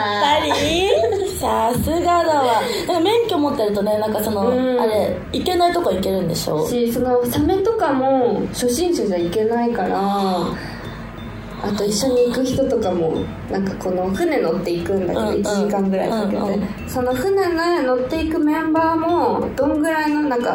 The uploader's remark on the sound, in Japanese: 番組初の公開収録です！